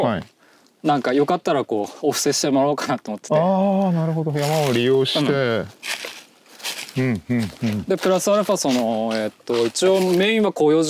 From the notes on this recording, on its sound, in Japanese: 森の中を歩きながらおしゃべりしました。気持ち良い秋晴れの森の中。